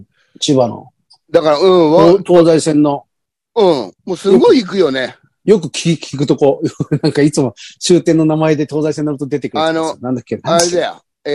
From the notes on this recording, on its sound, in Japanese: ZOOMで収録。